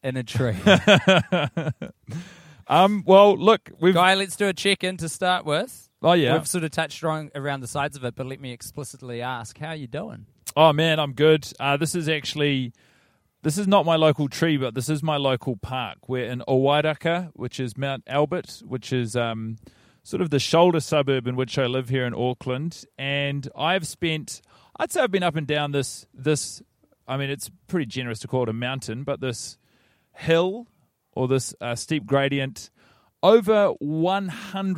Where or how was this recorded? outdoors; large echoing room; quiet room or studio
outdoors